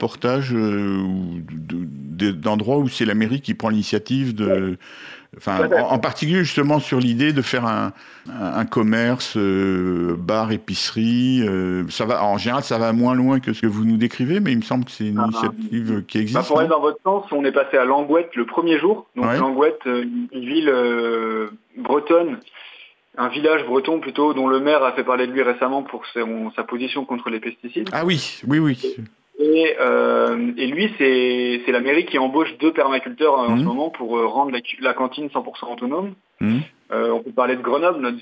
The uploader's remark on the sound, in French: Par téléphone, pris dans le vif de leur périple à vélo